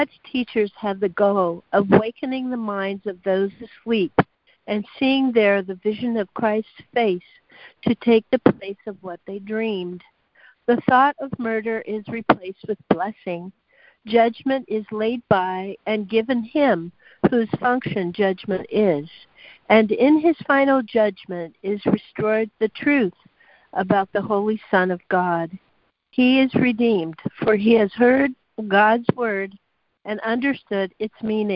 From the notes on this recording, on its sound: ACIM Daily Conference Call